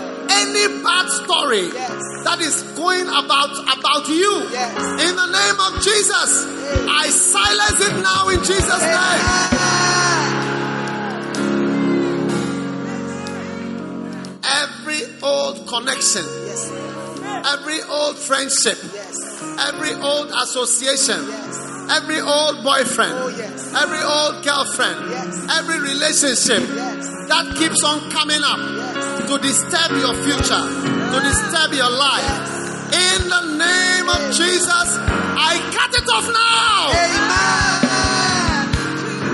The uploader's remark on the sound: Preached at the Prophetic Encounter Service.